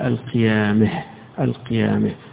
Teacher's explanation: يقرأها بالإمالة في الهاء الأخيرة بتاعتها، قل القيامه القيامه.